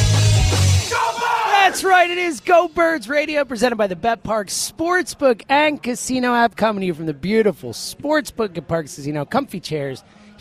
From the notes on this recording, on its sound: live at Parx Casino